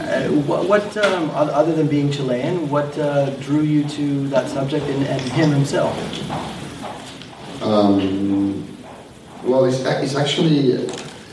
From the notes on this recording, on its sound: A live Q & A from NYFF in October on the film Neruda.